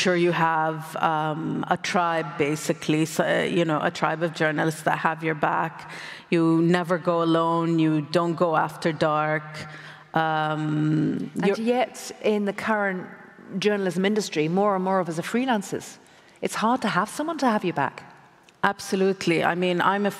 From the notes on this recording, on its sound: recorded at the 2023 Oslo Freedom Forum